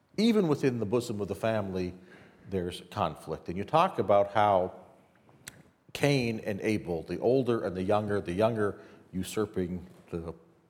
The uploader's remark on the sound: This event by Cardus was recorded on 15th March 2016 at The Glenn Gould Studio in Toronto, Canada.